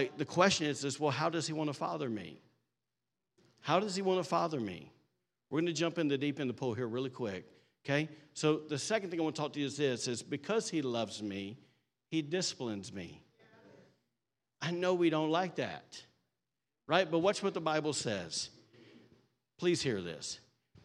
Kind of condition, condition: setting, large echoing room